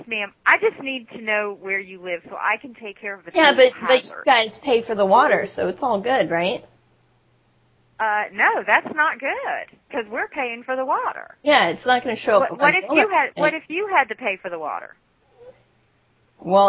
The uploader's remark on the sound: From archive.org was assembled into the "…'s Personal Prank Phone Calls Collection" podcast by Fourble.